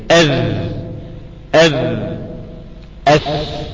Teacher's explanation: تخرج من ظهر طرف اللسان، ظهر طرف اللسان مع أطراف الثنايا العليا